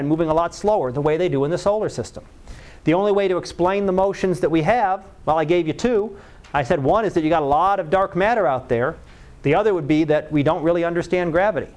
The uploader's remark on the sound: Live Class Lecture